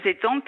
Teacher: Alors pardon, hein, je les ai appelés Estampes, on ne prononce pas le S, en fait les S on ne les prononce pas dans le Berry